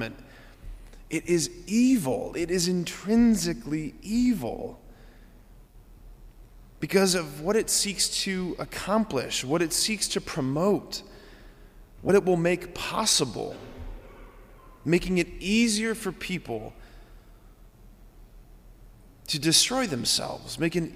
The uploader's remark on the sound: This homily on November 7, 2023 at Sacred Heart of Jesus Catholic Church in Wadsworth, OH.